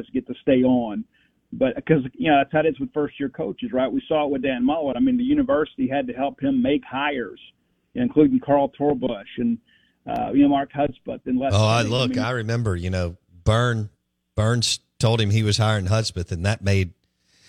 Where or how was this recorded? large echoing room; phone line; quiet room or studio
phone line